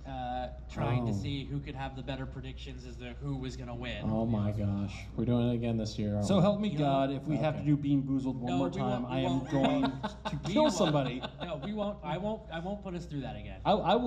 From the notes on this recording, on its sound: Live at Farpoint. We're live from Farpoint 2019!